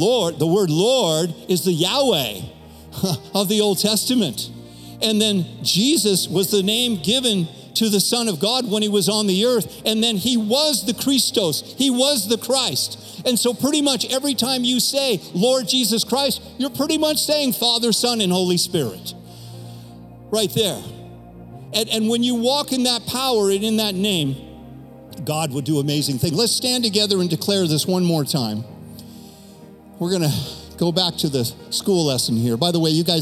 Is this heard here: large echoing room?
yes